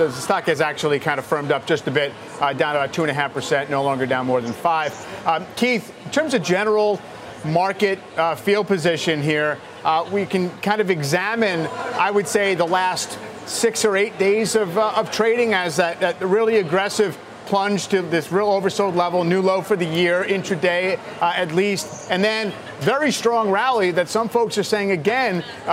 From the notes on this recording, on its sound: live from the New York Stock Exchange